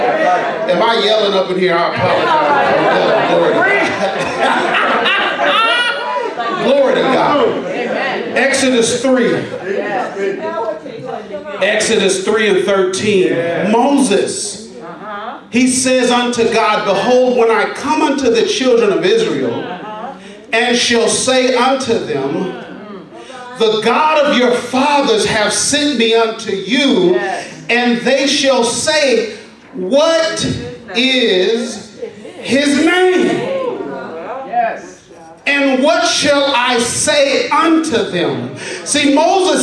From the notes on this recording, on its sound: delivers a passionate sermon live at Rhema Word Bible Church